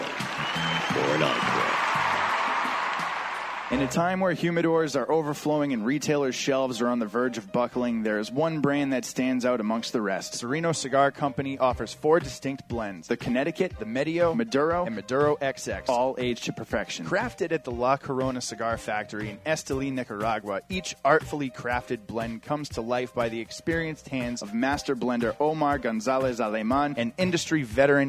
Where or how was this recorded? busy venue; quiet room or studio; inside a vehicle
busy venue